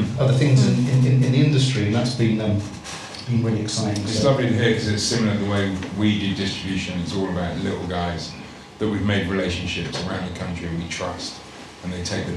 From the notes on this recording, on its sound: hosted a panel talk at a bar called Five Miles in Tottenham, North London